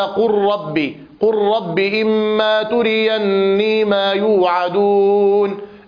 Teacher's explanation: وأما اللام فتدغم في اللام مثلها، وكذا أيضا في الراء